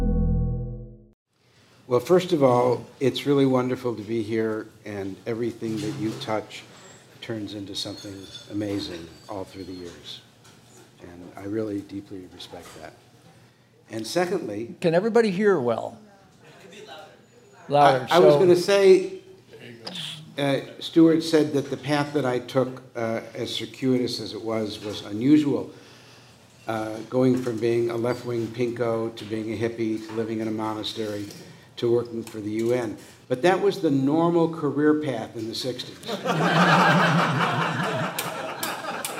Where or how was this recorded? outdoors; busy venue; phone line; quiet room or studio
busy venue